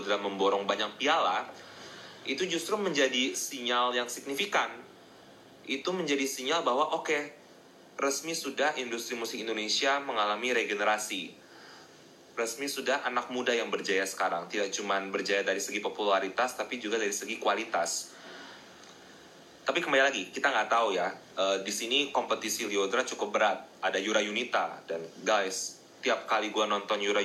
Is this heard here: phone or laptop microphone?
yes